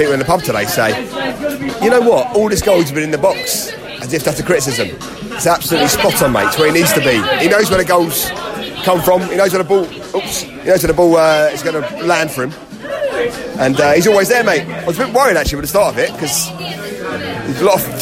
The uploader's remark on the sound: post-match podcast from the pub